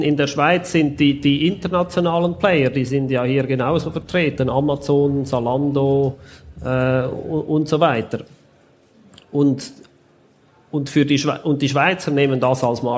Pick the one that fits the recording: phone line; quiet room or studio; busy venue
busy venue